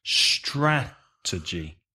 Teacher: 3 syllables? Yep. Stress the first syllable.